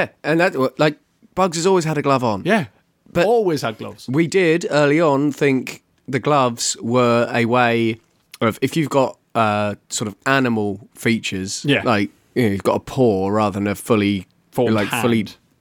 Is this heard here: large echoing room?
no